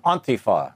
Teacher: The point is that the emphasis is on the beginning.